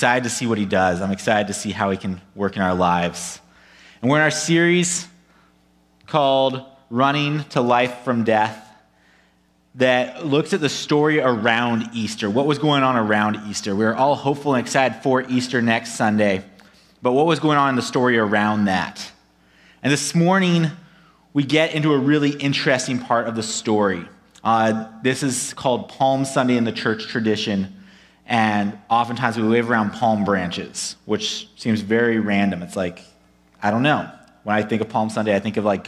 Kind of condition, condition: setting, large echoing room